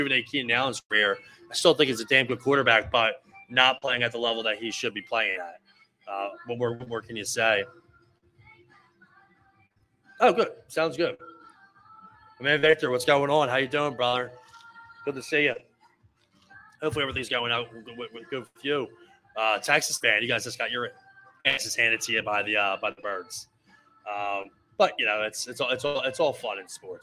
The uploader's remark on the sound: live at the big Halloween event